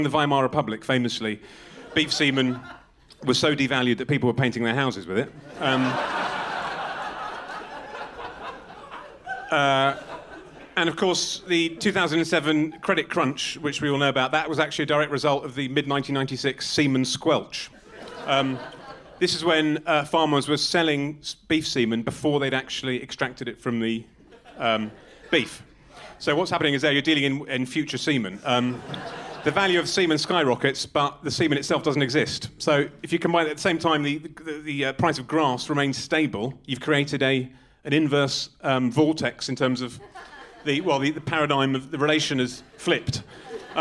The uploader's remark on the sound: an edited recording of a live show performed at the annual British Beefman’s Luncheon at the London Agriculture Festival